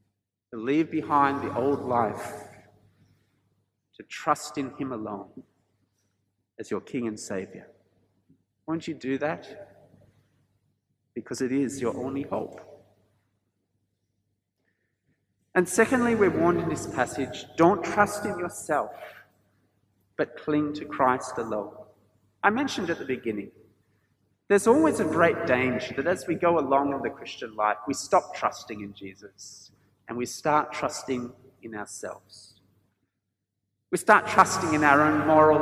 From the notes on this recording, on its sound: This sermon was preached at St George's Church, Penang on 10th April 2022.